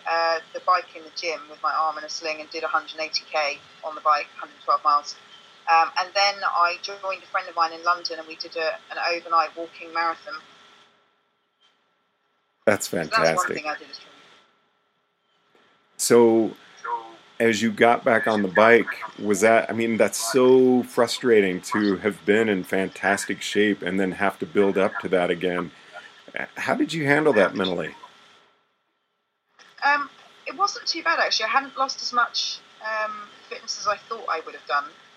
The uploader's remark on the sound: The sound quality is the best we could get as we were experiencing technical difficulties during the call to London.